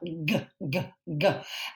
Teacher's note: where is a good made in your mouth? It's made at the back of the mouth